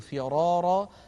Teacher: من رقق الراءات من العرب لم يكن يرقق هذه الراءات، بل يتركها مفخمة فيقول فرارا، مراعاة للازدواج الموجود في هذه الكلمة من تكرار حرف الراء.